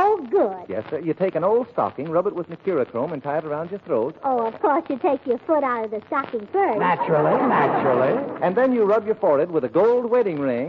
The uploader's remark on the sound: As these shows have been in the public domain for quite some time, the audio quality of these episodes can vary. Don’t adjust your dial… it’s most likely the audio file itself.